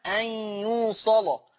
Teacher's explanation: قرأ ورش بتغليظ اللام وصلا